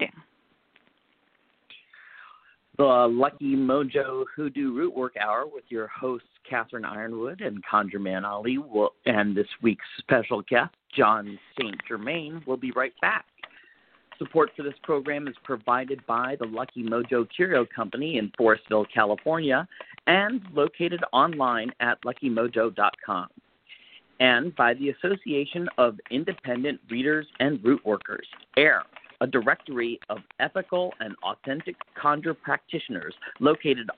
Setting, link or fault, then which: link, phone line